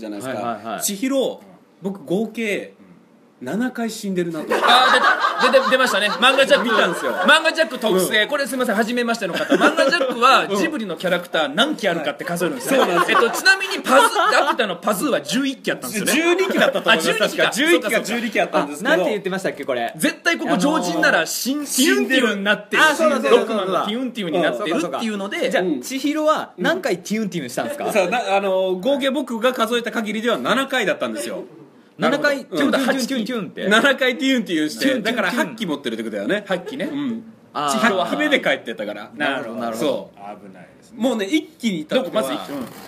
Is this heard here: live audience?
yes